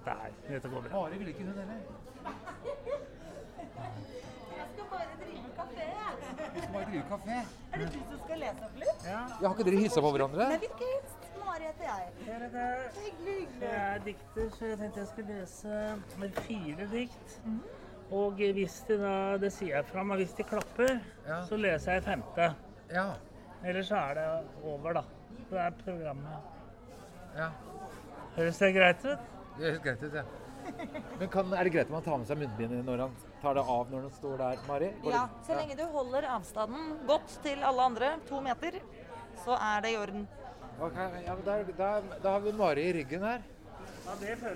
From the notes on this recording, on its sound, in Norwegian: Live opplesning av dikt - på Tranen.